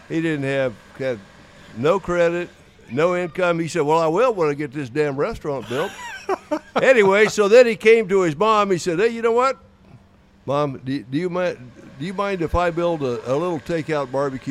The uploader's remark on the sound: live at The Jack Daniel's World Championship BBQ Invitational